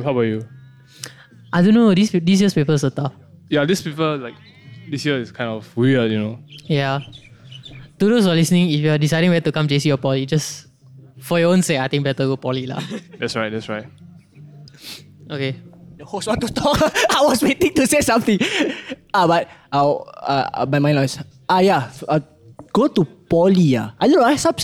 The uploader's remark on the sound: Today we had a recording session at Lazarus Island and that means we had some of our friends over!